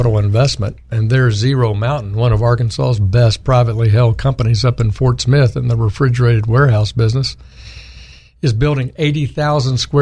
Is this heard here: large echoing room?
no